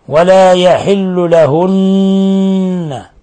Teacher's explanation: نون مشددة مفتوحة تغن مقدار حركتين